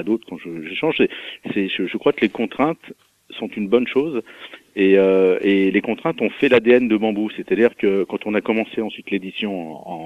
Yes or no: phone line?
yes